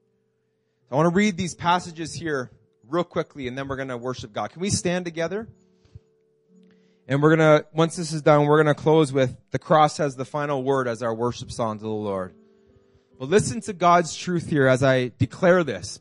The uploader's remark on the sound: This message was preached in June 2019 at Freedom Life Church in Kitchener Ontario